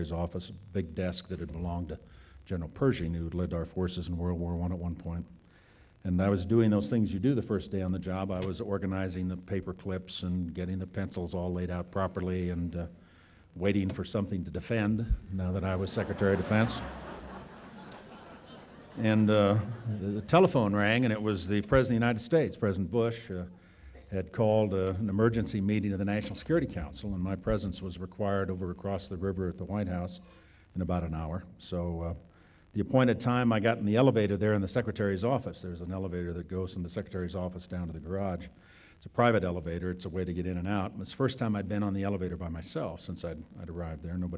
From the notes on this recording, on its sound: This podcast was recorded at the Academy's 1998 Summit in Jackson Hole, Wyoming